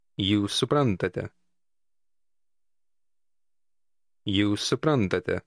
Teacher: Did you notice how the two words seem to run together?